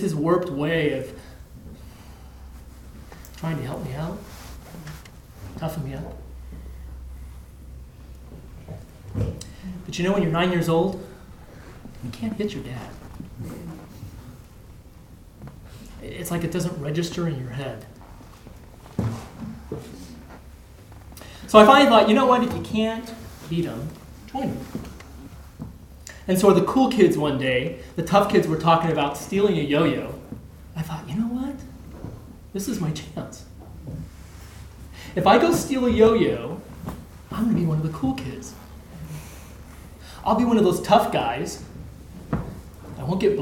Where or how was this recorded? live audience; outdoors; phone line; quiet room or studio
live audience